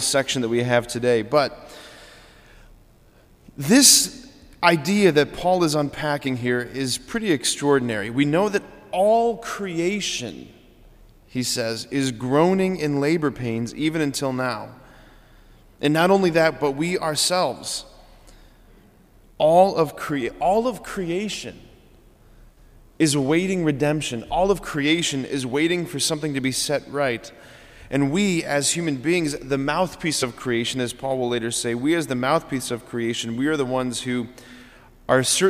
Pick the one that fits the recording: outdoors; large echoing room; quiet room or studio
large echoing room